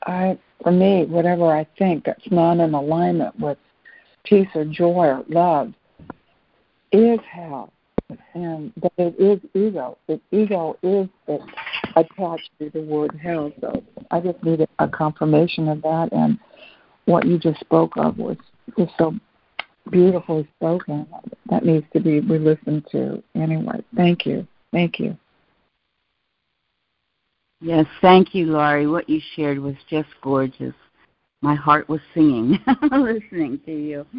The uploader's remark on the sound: ACIM Daily Conference Call.